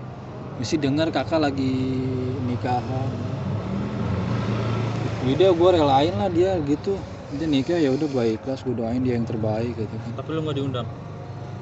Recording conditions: sounds in the background